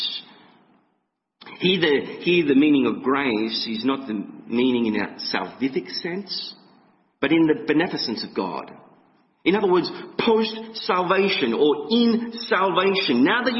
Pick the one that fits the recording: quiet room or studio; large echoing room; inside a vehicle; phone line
large echoing room